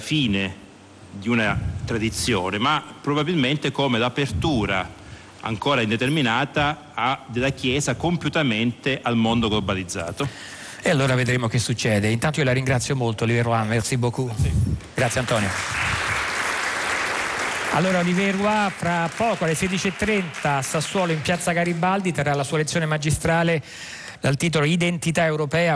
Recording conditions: busy venue